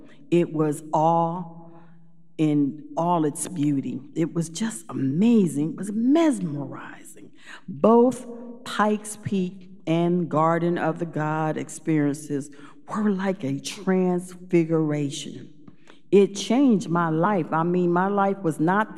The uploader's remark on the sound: Recorded live at Beatitudes Church in Phoenix, AZ